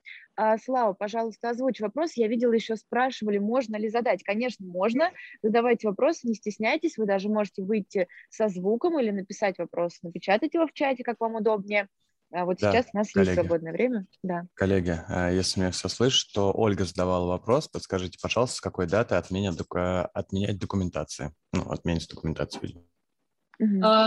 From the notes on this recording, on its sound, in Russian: Zoom-подкаст